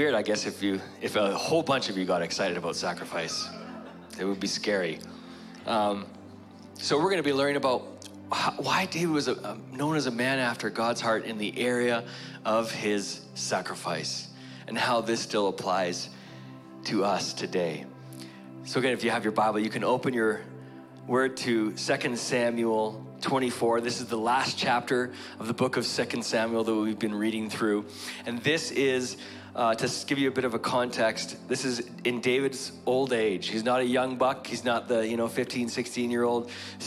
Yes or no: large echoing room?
yes